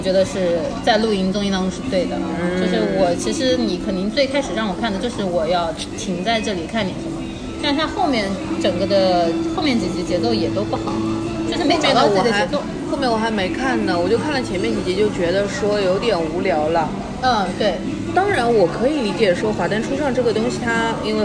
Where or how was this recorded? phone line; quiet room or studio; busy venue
busy venue